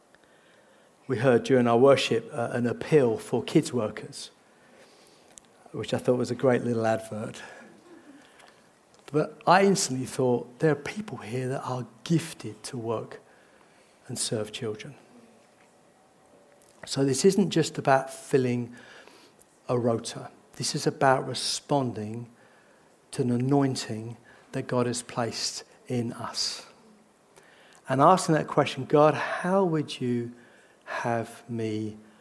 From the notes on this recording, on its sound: This sermon was recorded on Sunday 12th March 2023 at our Putnoe venue.